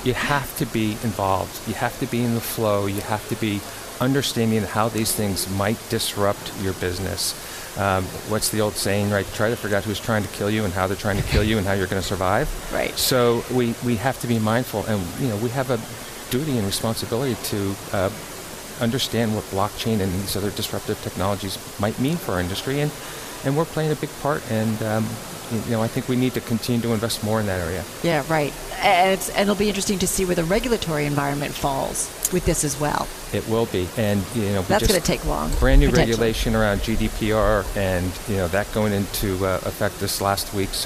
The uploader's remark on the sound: Live from BNY Mellon Insite 2018 Conference